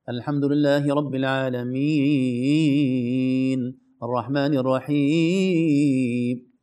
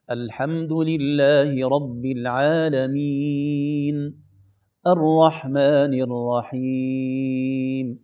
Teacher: أن البعض منا عند الوقف على النهاية المدود أنه يغير كثيرا في طبقة صوته بصورة ترعيدية · Shown in: first take · يعني غير مقبول أحيانا.